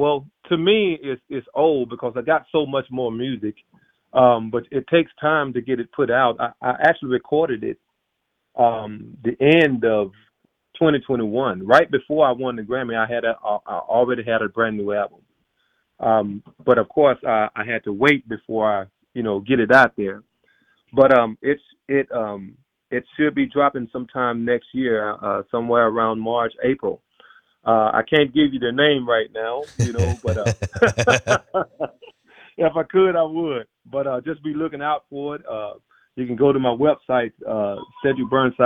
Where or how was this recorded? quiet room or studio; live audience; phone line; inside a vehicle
phone line